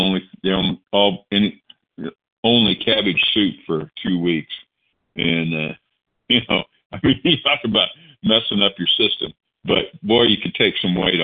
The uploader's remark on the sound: the 100 Pounders Phone Meeting, 7/15/23